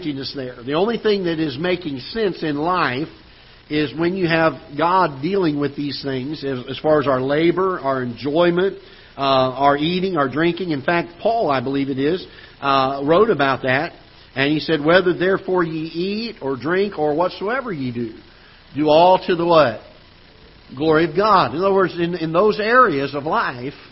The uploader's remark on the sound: Ketha Heights Baptist Church ~ Live Broadcast